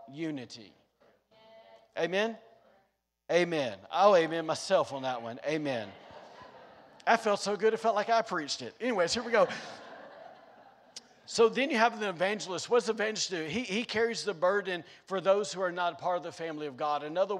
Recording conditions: large echoing room